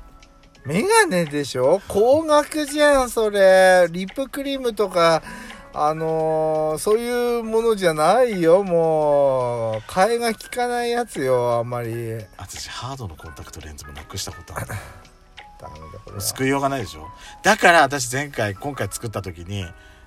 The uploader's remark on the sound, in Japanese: 2人組。パーキング収録。